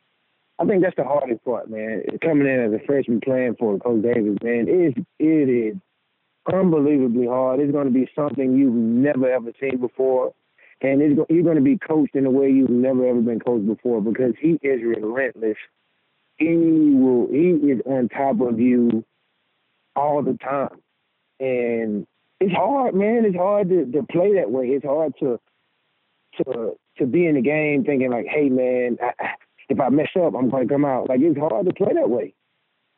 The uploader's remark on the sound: joins on the Modern Woodmen phone line